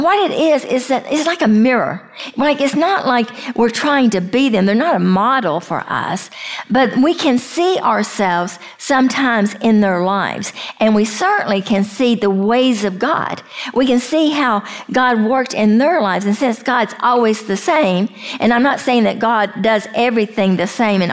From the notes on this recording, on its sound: we share a live session from the Breathe Retreat